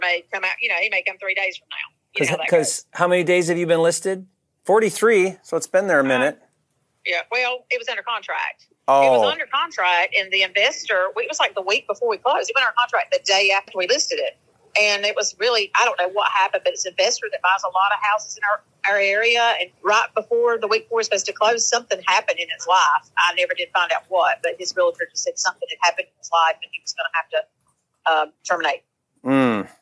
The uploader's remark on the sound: Listen to me do a live call with an agent and offer and negotiate a deal live! LIVE Deal Breakdown.